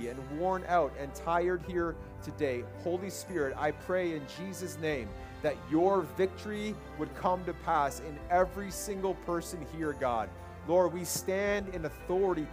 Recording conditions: large echoing room